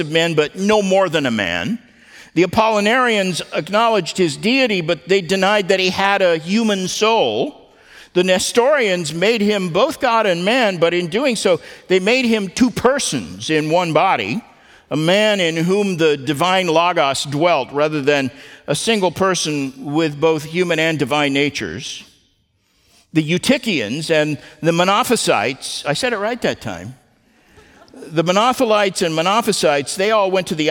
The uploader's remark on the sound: At the Founders "Remember Jesus Christ" national conference in Southwest Florida.